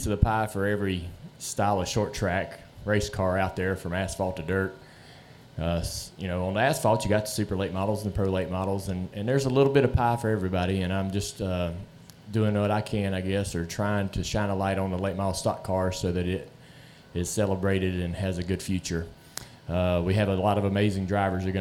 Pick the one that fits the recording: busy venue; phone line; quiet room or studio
busy venue